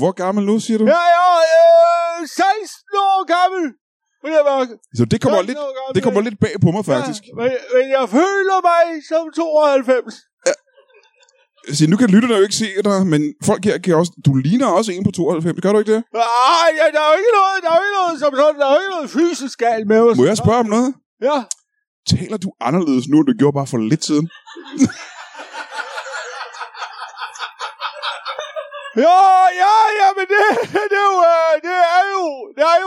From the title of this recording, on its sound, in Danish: LIVE fra Ramsømagle